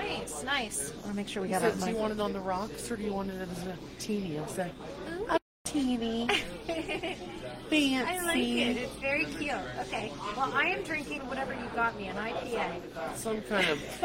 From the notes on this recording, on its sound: We are LIVE at The Globe in Covington, KY